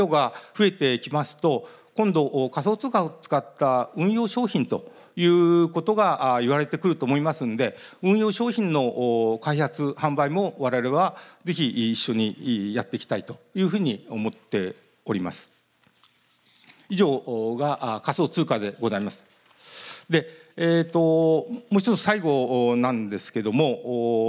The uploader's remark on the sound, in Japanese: 東京・東銀座の時事通信ホールで行われた「ラジオNIKKEI 相場の福の神 注目企業ＩＲセミナー」